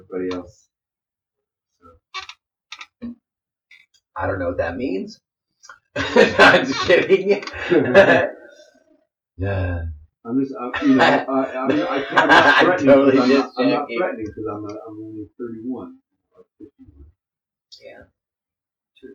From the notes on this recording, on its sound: This episode, we messed up. Poor Poor audio.